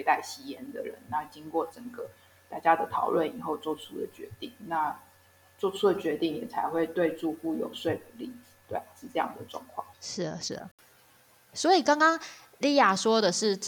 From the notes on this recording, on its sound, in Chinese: 這集是用團隊還在遠距工作時所錄製，音質音量都有些不穩定